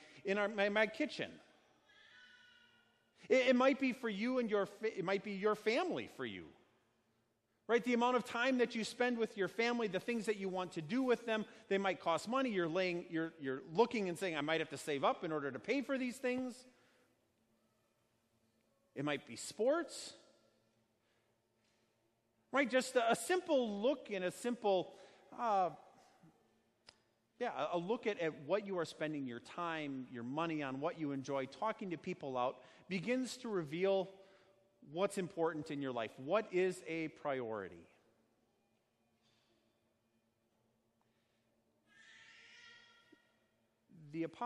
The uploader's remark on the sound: Sermon preached at Our Savior Lutheran Church in Birmingham, AL, on Sunday, August 4th, 2019